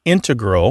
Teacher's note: These days, you mainly hear integral with the stress on the first syllable among mathematicians and specialists in scientific fields that use a lot of math.